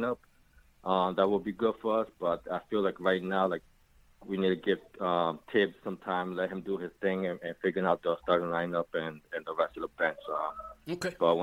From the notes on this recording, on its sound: take live phone calls from fans around the world